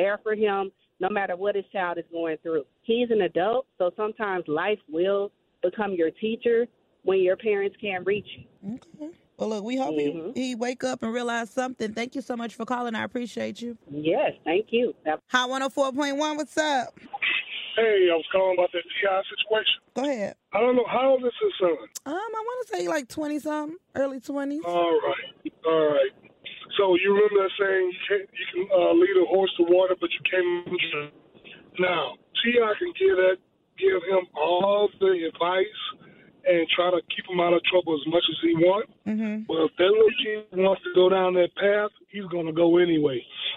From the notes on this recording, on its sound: Listeners call in and share their experience as a parent.